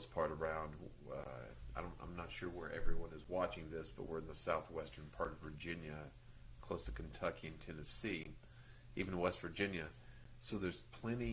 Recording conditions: uneven or low level